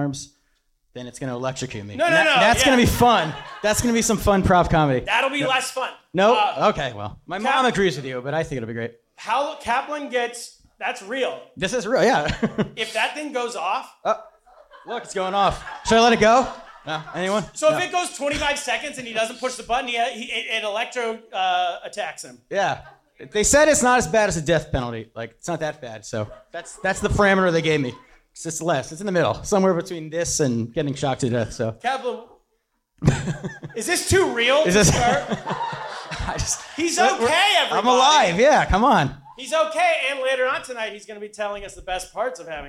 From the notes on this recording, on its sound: Live From Stand Up NY. Live comedy extravaganza.